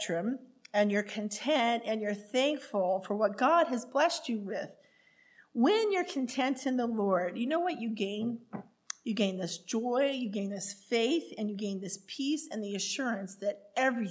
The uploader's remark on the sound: recorded May 6, 2023, at the Ringgold Seventh-day Adventist Church.